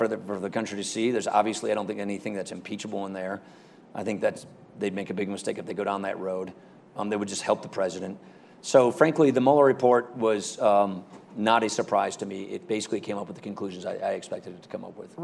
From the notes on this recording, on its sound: Their conversation was held June 23, 2019 at the Aspen Ideas Festival